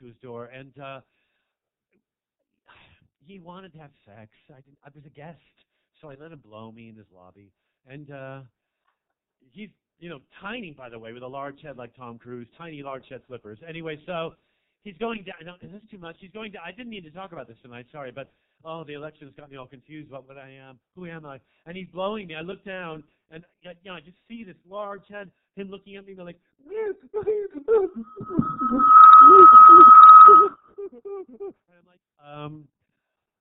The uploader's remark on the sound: Stand up comedy set recorded at 19 Broadway, an intimate (read: small) club in Fairfax, California on November 18 2016.